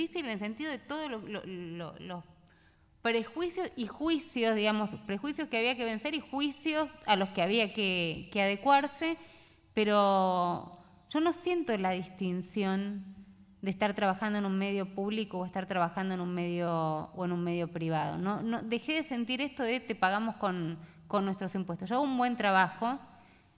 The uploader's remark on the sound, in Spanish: Con la asistencia de periodistas, estudiantes y académicos. En el histórico auditorio de Maipú 555.